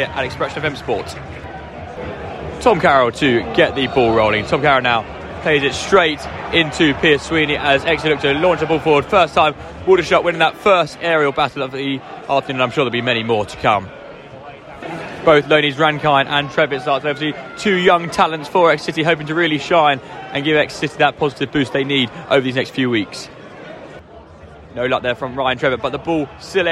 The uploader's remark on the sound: Live commentary from a tense …